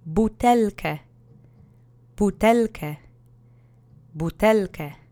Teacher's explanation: But just so you know, there's an ę on that word. Let's say butelkę together three times. The accent is on the middle syllable.